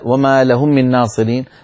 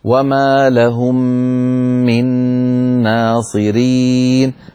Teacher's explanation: لهم من هنا ميم مع ميم، الحكم إدغام، أدغمنا الميم الأولى في الثانية، فلا بد من تطويل الغنة · Shown in: second take · فلا نقولها بسرعة ولا وما لهم من ناصرين، بل نقول وما لهم من ناصرين، فنبين الغنن في الميمات والنونات المشددة.